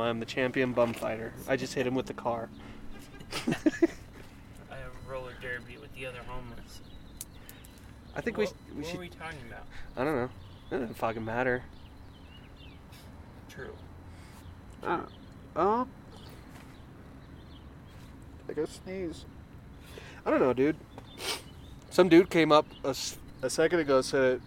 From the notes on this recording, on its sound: I had my laptop with me so we recorded an episode.